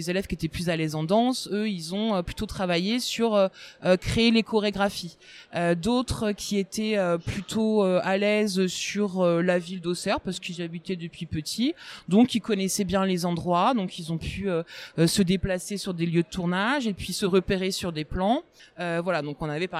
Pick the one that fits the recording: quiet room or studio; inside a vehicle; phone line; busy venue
busy venue